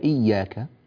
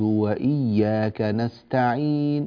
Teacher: أخي الكريم في قوله تعالى إياك شدد الياء إياك نعبد وإياك نستعين ولا تقل إياك نعبد وإياك نستعين خطأ